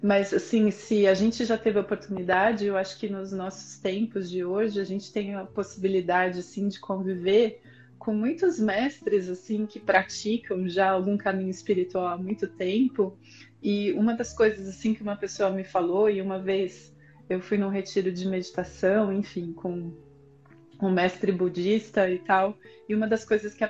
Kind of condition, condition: link, video call